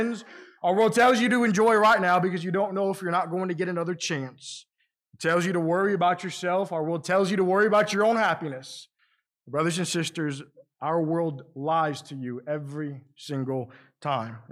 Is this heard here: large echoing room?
yes